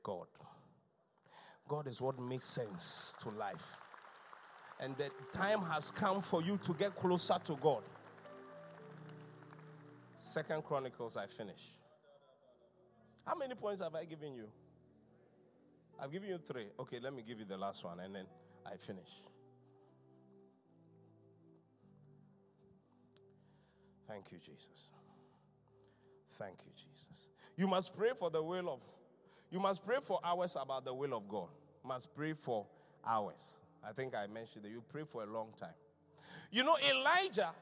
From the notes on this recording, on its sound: Inspiration Service. Preached at The Qodesh.